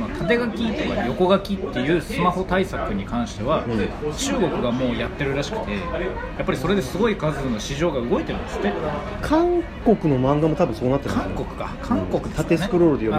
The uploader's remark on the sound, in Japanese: 東京出張の時にご飯を食べながら収録した雑談です。雑音でお聞き苦しいかと思いますが。